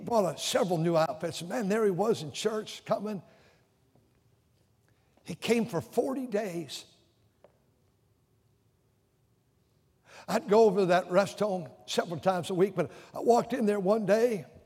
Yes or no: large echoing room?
yes